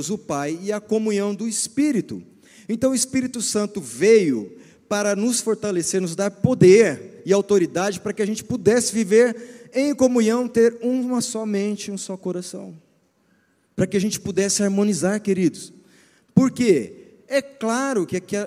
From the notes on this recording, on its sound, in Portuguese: Culto ao vivo 19FEV24